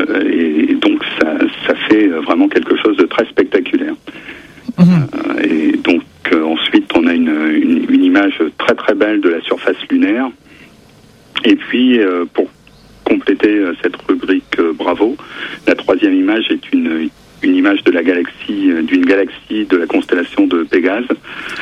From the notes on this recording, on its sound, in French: par téléphone